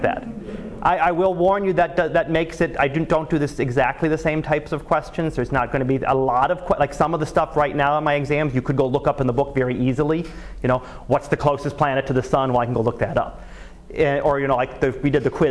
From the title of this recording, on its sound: Live Class Lecture